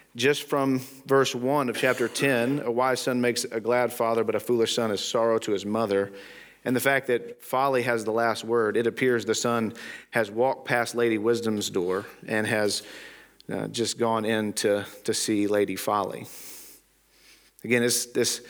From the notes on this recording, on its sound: Today's episode is from the Christ Centered & Clear Conference in Glenrothes, Scotland.